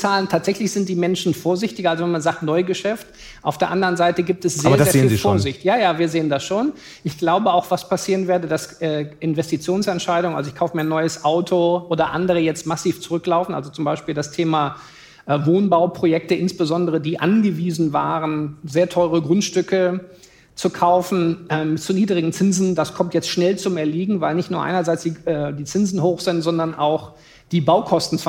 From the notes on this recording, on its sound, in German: Live-Podcast